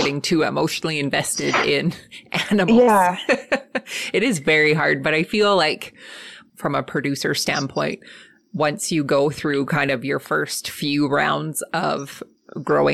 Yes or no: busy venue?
no